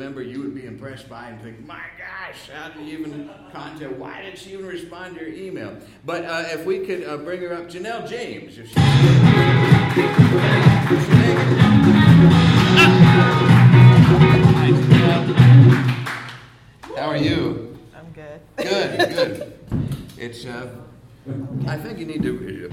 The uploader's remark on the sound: This live episode featuring a dazzling lineup of comedians and storytellers.